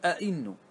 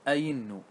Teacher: لك أن تحقق وتقول أئنو، ولك أن تبدل وتسهل وتقول أينو